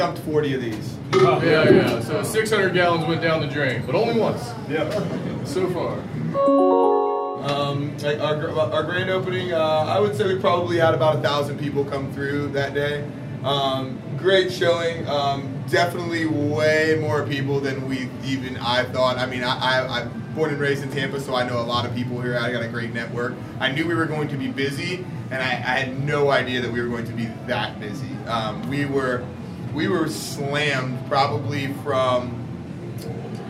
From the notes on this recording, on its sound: LIVE 81Bay Brewing Co. The Best MicroBrewery in South Tampa.